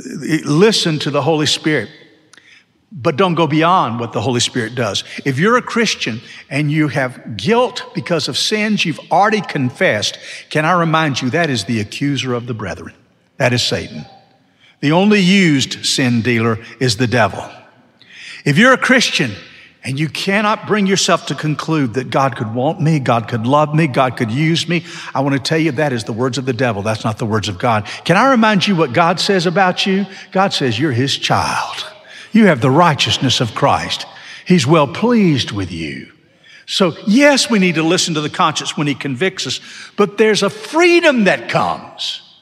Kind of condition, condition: setting, large echoing room